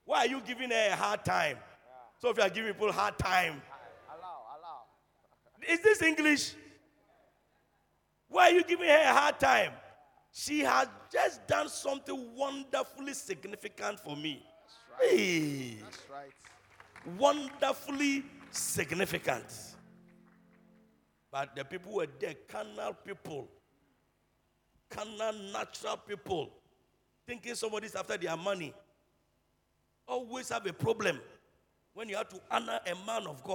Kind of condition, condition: setting, large echoing room